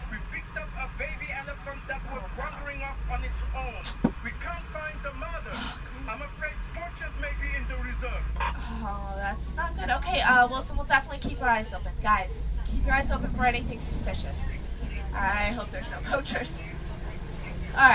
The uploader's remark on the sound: Listen to a ride through of the Kilimanjaro Safari ride as a bonus audio feature.